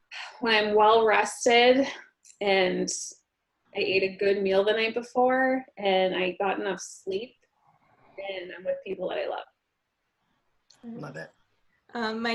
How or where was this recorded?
video call